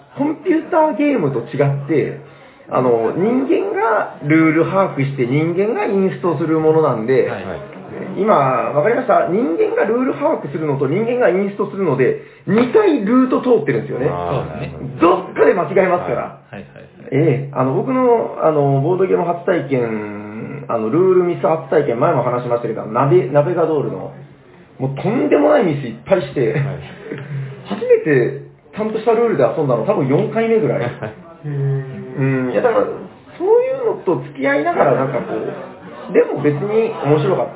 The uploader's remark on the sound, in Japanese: サニバ八周年パーティーで特別編収録しました。